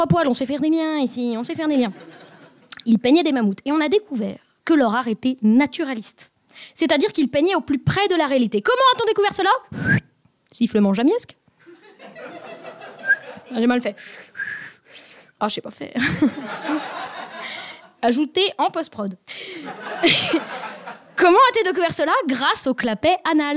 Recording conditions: live audience